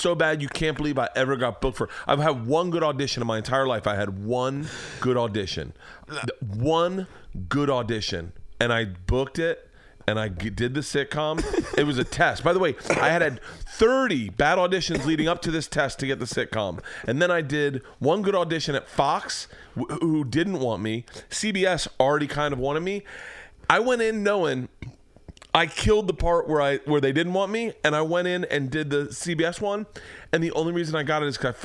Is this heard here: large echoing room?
no